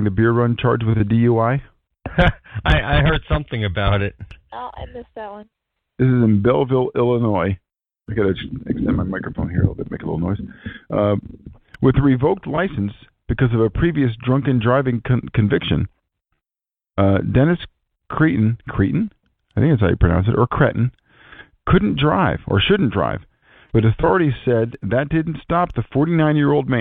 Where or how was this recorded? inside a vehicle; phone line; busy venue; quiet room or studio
phone line